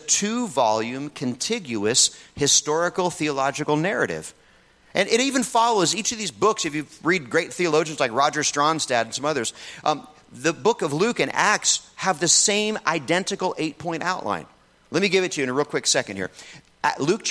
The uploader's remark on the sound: In this message from the Renew Conference